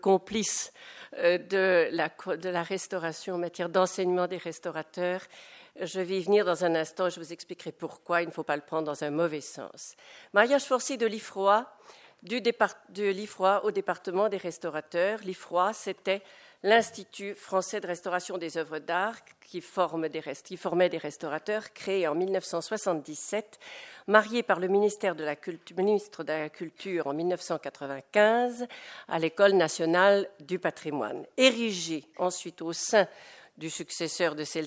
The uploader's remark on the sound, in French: Intervention enregistrée le 24 novembre 2010 dans le cadre du colloque